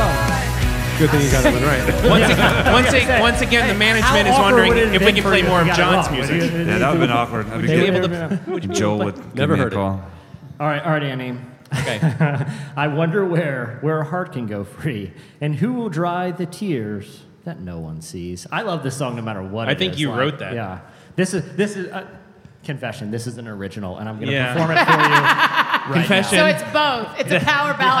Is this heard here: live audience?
yes